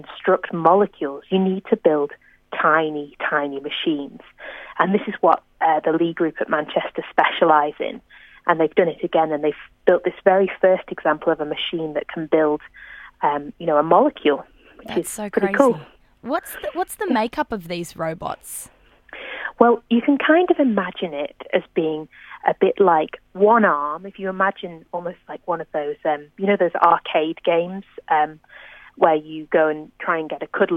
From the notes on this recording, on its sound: over the phone